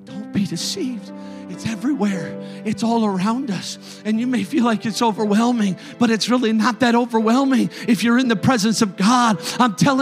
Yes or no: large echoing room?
yes